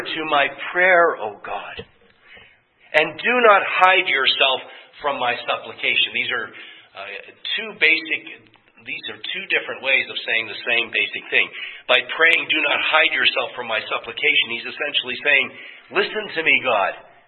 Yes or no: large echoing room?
yes